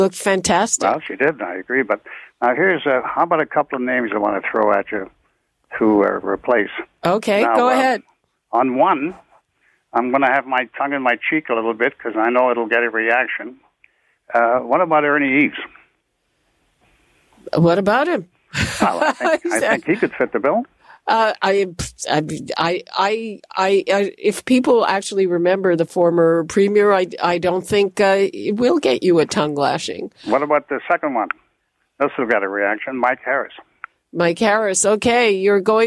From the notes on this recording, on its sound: Listeners call. On Zoomer Radio!